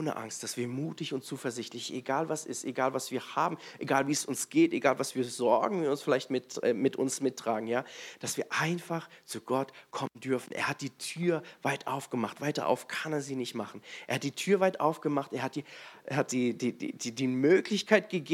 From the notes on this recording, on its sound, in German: in der Gemeinde Kaleo Schopfheim aufgenommen.